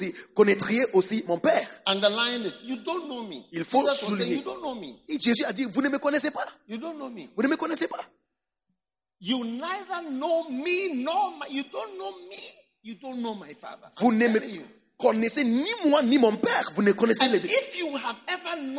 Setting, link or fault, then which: setting, live audience